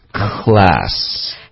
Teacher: 这个课是一个清辅音，对，是一个清辅音，喉咙是不震动的